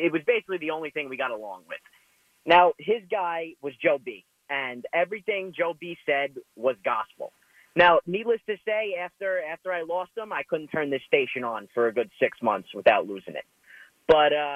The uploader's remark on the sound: He spends the show talking to the callers, who were the backbone of his show. Some special guests also decided to call in.